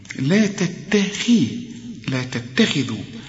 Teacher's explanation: الخاء مش مرققة لكن في آخر درجات التفخيم